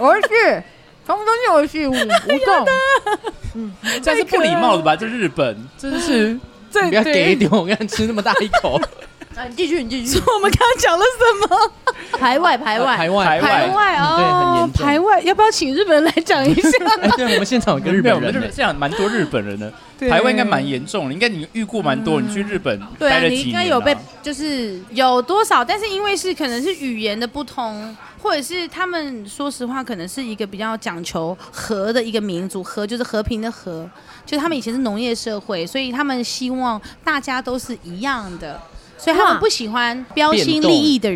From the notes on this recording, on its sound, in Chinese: 這集我們把錄音棚直接搬到居酒屋。